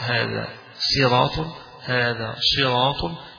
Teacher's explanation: ولا يبدو على الصاد هنا التفخيم لأنها ليست لا هي مضمومة ولا هي مفتوحة ولكنها مكسورة فأقل الدرجات فيها، فتقرأ هذا صراط هذا صراط هذا زراط، الثلاث